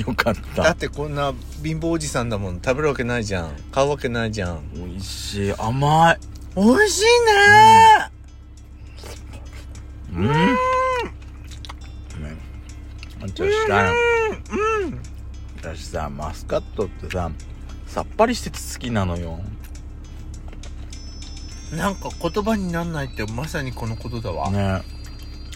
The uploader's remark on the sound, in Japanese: パーキング収録